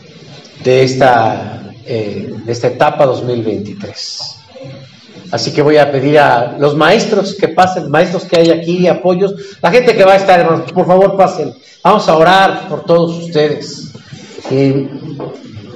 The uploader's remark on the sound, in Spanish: Predica del culto matutino del 30 de julio del 2023